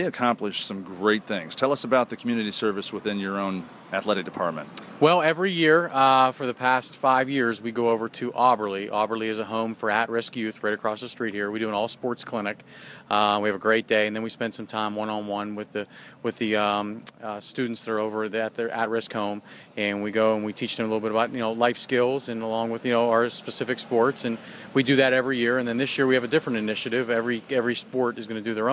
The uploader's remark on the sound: Live at The Ohio State University.